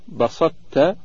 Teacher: إدغام الطاء في التاء في كل من بسطت في سورة المائدة وأحط في سورة النمل إدغاما ناقصا مع بقاء صفة الإطباق للتقارب الذي بينهما.